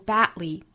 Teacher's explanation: 还有一种更简单的方法，就是把这个 d 的发音给憋掉，直白口型，但是不爆破，不去跟后面的舌侧音组合成舌边爆破了